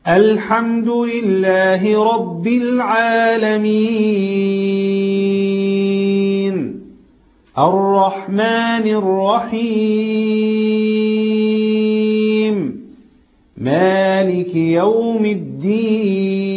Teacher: ست حركات بيسموها إشباع